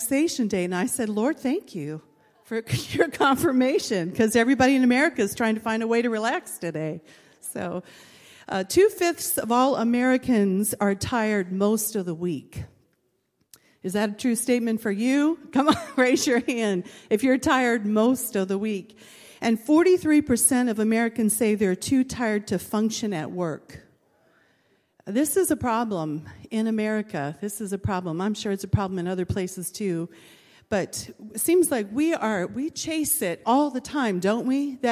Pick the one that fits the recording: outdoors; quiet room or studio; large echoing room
large echoing room